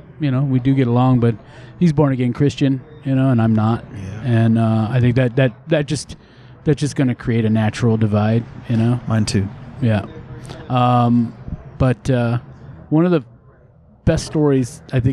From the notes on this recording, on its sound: I think she knows when I am recording and is determined to interrupt. Recorded outside of Specs' Twelve Adler Museum Cafe in San Francisco.